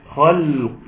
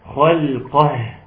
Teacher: تحتاج رعاية شديدة ومجهود شديد إن أنا أنزل من القاف العالية للهاء المرققة · Shown in: second take